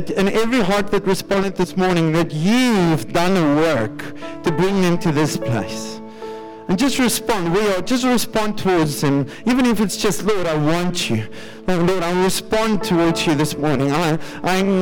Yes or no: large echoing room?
yes